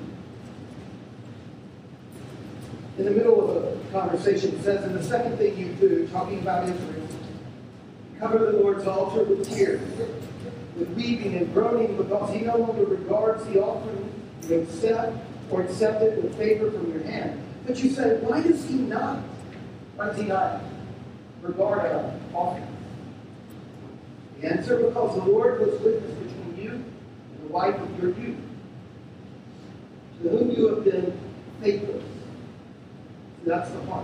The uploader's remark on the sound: We're sorry for the poor sound quality of this recording. As we figure out these sound issues.